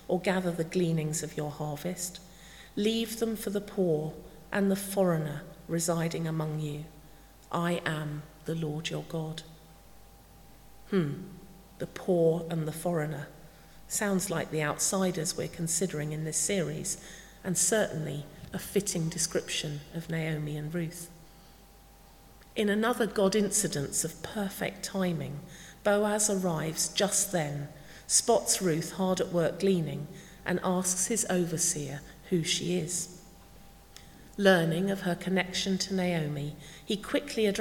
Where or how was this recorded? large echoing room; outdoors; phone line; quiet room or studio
large echoing room